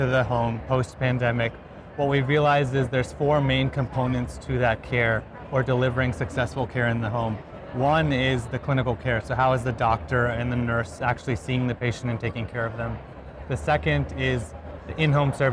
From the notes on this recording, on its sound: An Interview in Action live from HIMSS 2023.